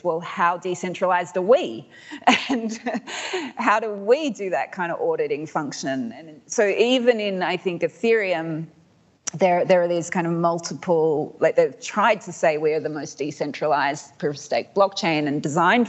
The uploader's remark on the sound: This episode was recorded live at the ‘What’s Governing Web3?’ conference in Melbourne.